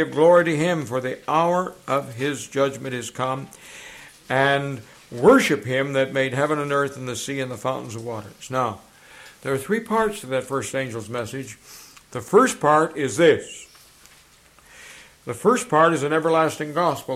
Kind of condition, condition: setting, large echoing room